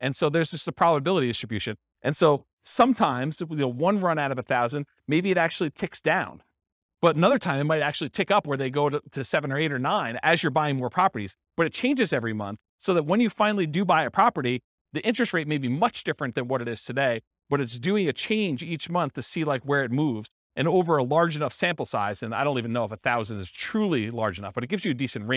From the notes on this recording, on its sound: This was a live class recorded